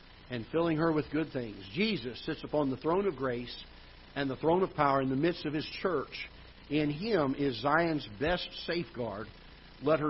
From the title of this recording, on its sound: Ketha Heights Baptist Church ~ Live Broadcast